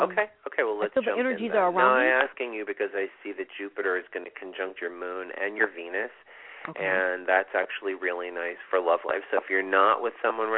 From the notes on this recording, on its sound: This is a call in show with free mini readings!